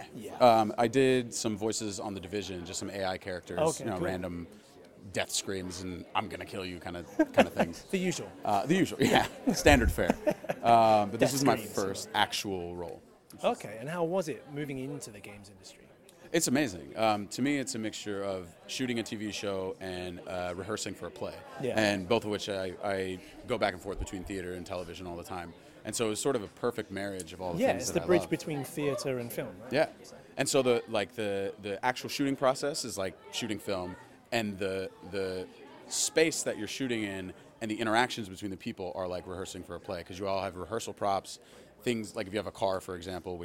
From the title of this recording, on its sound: Red Carpet Interview BAFTA Games Awards 2017